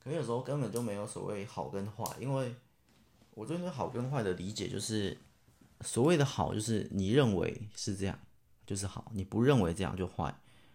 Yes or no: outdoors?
no